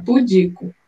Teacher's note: A sílaba tônica é no di.